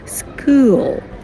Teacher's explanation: эска, она забирает аспирацию звука к, и он не аспирируется